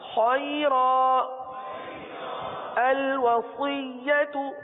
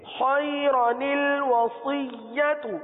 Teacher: تو وقف میں جو ہے نون قطنی نہیں پڑھا جائے گا، نون قطنی ہمیشہ وصل میں پڑھا جاتا ہے